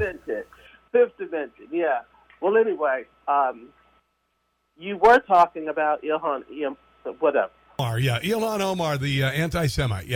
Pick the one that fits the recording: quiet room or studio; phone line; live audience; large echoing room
phone line